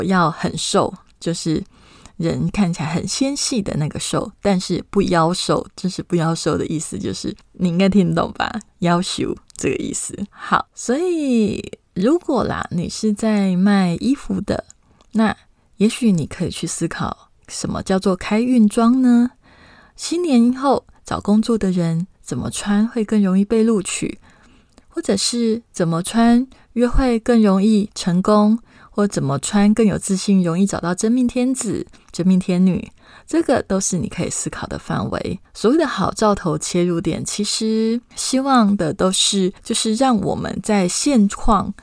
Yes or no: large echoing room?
no